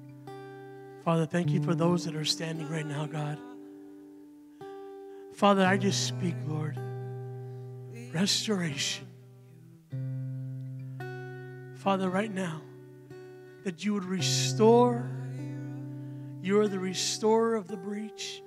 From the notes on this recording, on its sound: Recorded live at Emerging Streams Apostolic Center.